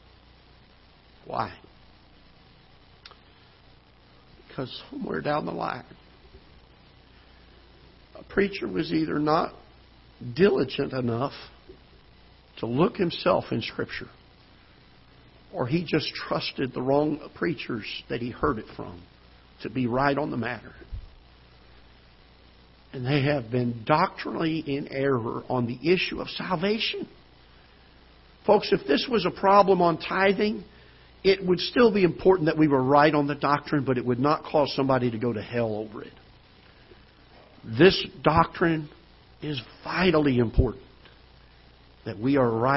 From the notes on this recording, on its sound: Ketha Heights Baptist Church ~ Live Broadcast.